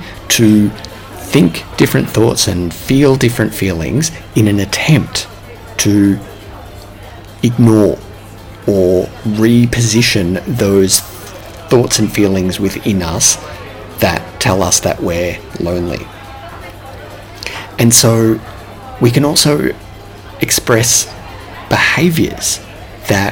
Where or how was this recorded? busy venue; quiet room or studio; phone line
busy venue